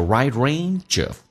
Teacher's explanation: range 跟 of 连在一起叫 wide rangeof，但是不仅连而且用降调 · Term: 连音